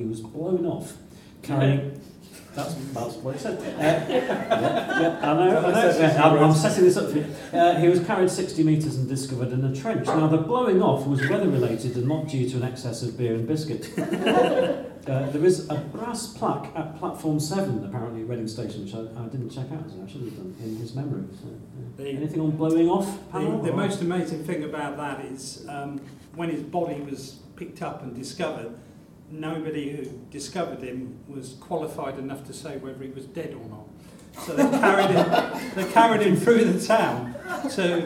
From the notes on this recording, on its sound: Recorded in the Three Guineas at Reading Station, as part of The Reading Fringe Festival. NB Due to a technical hiccup the recording ends a couple of minutes before the actual show did.